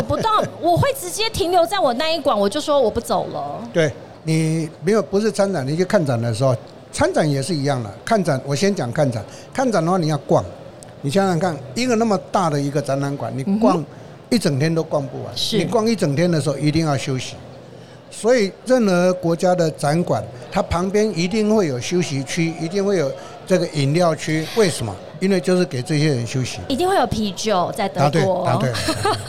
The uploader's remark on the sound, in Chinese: 2022 Medical Taiwan台灣國際醫療暨健康照護展 -Live Podcast